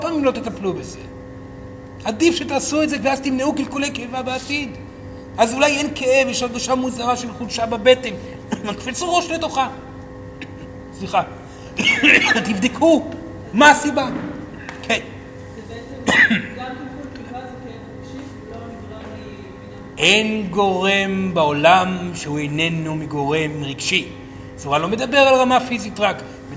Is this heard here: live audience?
yes